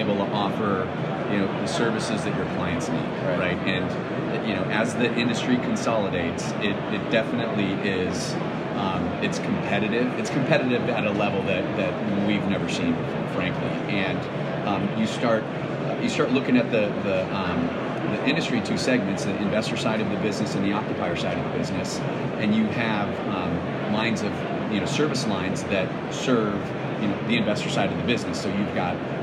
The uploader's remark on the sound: Live from ICSC RECON in Las Vegas.